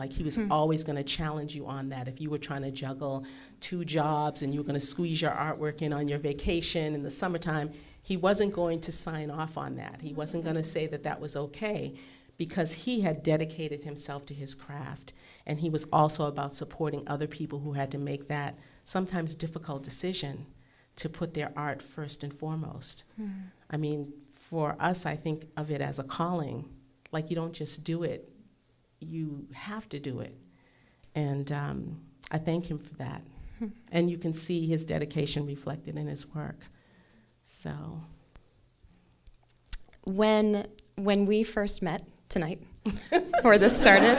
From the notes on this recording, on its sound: Re-releasing the audio of a live event from January 2018 at the PRX Podcast Garage. Re-releasing the audio of a live event from January 2018 at the PRX Podcast Garage.